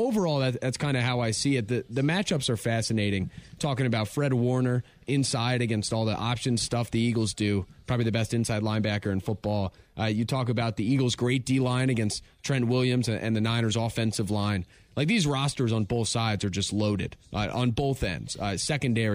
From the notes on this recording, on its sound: live from the New Berlin Ale House